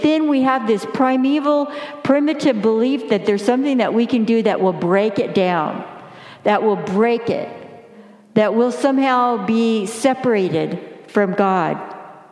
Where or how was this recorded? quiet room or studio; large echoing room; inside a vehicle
large echoing room